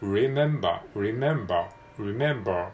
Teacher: 冒頭の R なので、えー、ちっちゃい「う」カタカナのちっちゃい「う」を最初に言うような感じで remember, remember, remember でえー、最後にも R がつきますね。remember, remember, remember.